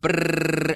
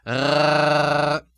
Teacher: My only caution to you is to make sure that in Scottish that the trill is coming from the tip of the tongue, brrr, and not from the uvula, rrr, as it does in German and some other languages and dialects. · Term: Scottish R